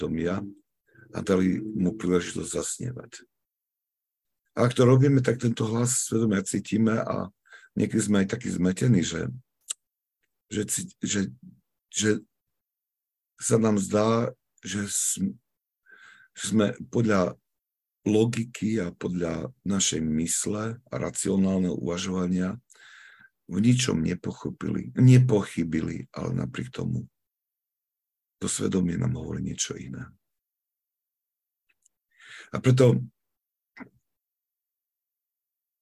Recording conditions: video call